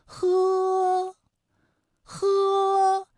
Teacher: 舌根要用力，尽量的上拢靠近软腭，让气流从舌根和软腭之间流出